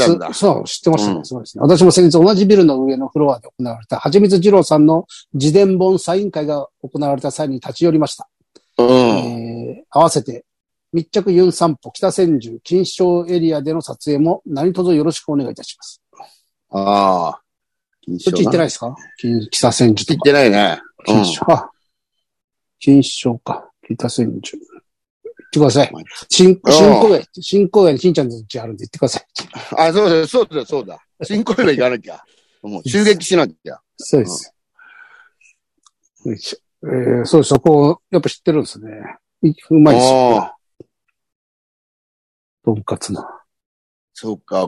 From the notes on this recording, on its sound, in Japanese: ZOOMで収録